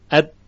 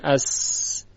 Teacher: وقتی میگوییم اس میبینیم که حبس تام نیست، حبس ناقصه، یعنی یه مقداری هوا داره رد میشه · Shown in: second take